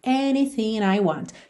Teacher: anything I want, percebe que ela juntou pelo N